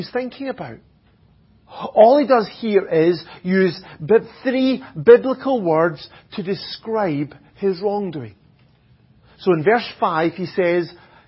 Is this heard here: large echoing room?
yes